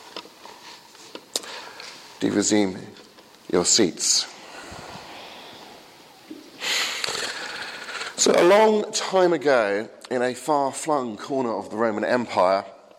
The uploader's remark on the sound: Sermon from the 8 am service at Highfield Church, Southampton.